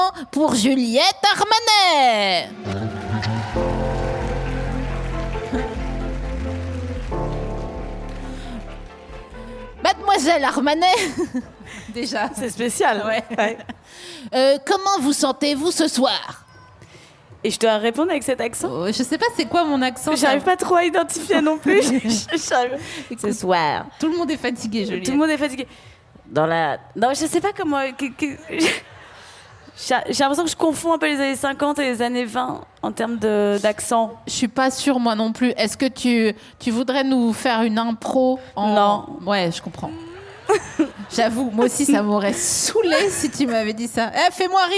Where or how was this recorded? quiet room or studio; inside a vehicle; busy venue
busy venue